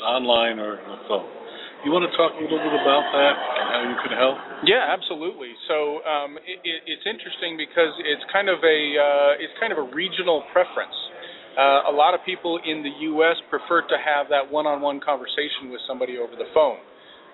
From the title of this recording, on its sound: Live From The SMB Cloud Expo